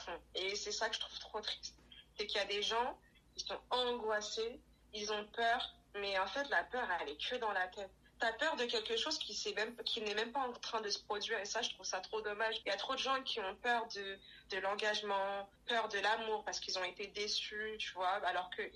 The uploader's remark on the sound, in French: L'épisode a été enregistré par appel téléphonique, il se peut que la qualité laisse à désirer à certains moments